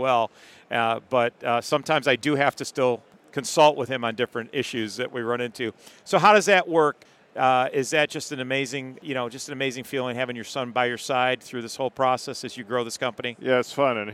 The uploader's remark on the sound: This episode was recorded during the National Restaurant Show in Chicago.